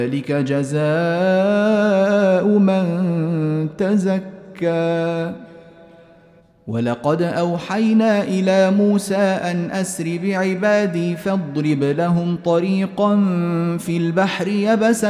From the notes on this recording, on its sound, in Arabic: مسجل من صلاة التراويح بمسجد السلام بحي مشرفة بجدة.